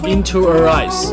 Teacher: her 这个音发的是非常非常轻的，尤其是 h 你基本上听不到声音，所以唱起来就像 into hereyes。下面这句也是重复上面的一句歌词，只不过把开头的 if he's 改成了 ifshe's。好，那下面的歌词呢全部都是重复上面我们已经讲过的，要不然怎么说流行歌曲就是简单呢，三到四分钟，长一点的顶多五分钟，歌词重复一遍又一遍完事儿。有时间我也去写写歌哈，估计能名利双收，大把大把捞钱啊。哎，算了，我就不吐槽了啊，接下来咱们跟着原唱，看着我的唱词来把这首歌跟唱一遍。